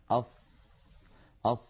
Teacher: كما أنها من حروف الرخاوة لأن الصوت يمتد معها ويجري أص يجري معها الصوت والنفس كلاهما.